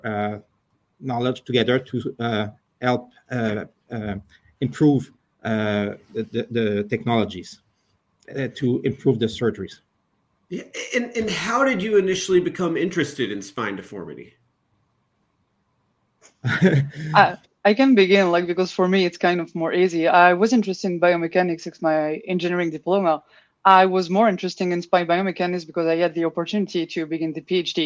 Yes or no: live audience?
no